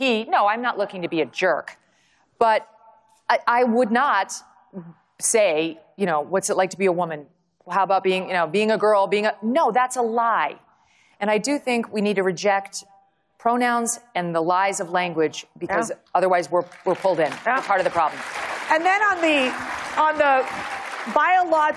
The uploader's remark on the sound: session at her first CPAC conference